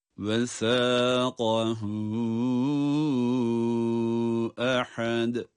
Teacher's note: Yine hem meddi munfasıl hem de ahad kelimesinin sonundaki dal harfini ince ve kalkale yaparak okumamız gerekiyor